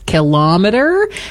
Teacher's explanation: Second syllable stress, kilometer. This style is very common in everyday Canadian speech for some reason, influenced by measuring devices like thermometer and speedometer.